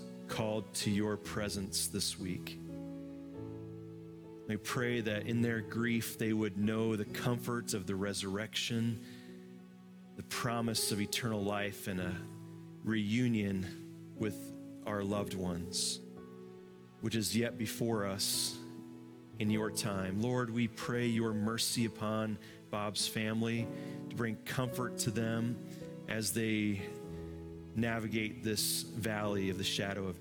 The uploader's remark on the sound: Live from our Celebration Ministry Center